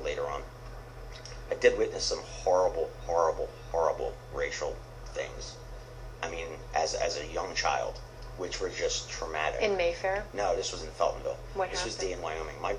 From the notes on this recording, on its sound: Audio note: Please forgive the low and rather poor sound quality of this interview.